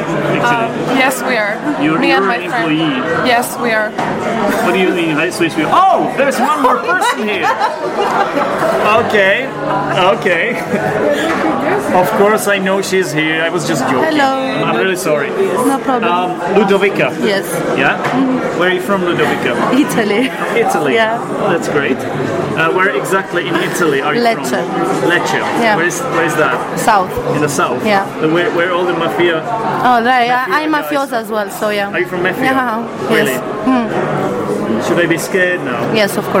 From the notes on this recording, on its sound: We were drinking alcohol during this episode. There is a lot of background noise.